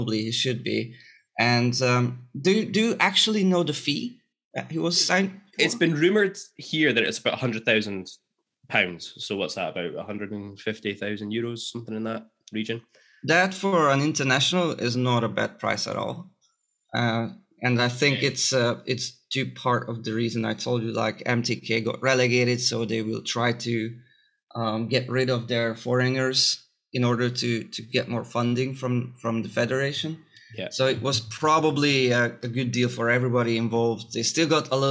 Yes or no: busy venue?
no